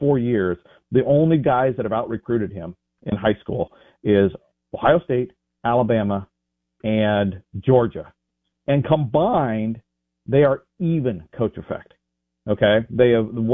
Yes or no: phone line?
yes